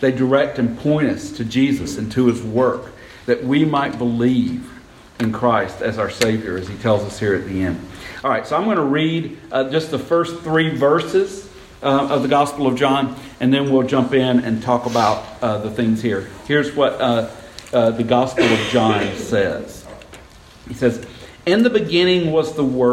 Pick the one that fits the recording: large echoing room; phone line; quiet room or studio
large echoing room